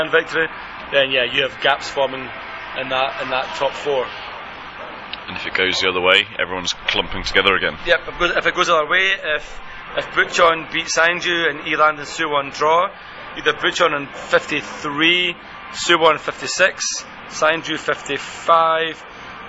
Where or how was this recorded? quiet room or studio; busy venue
busy venue